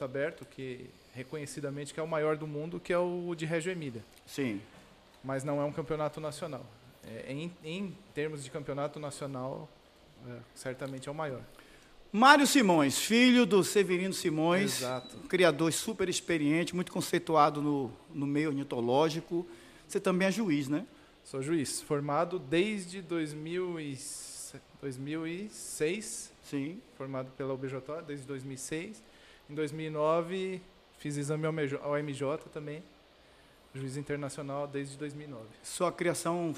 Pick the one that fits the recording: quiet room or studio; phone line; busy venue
busy venue